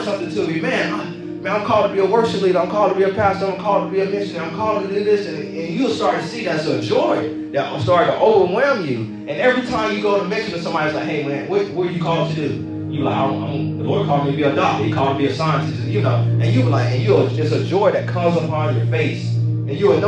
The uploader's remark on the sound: This is a recorded message. Preached at a youth service for a church in Hurst, Texas.